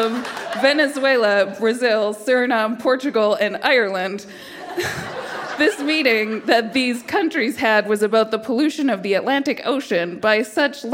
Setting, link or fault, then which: setting, live audience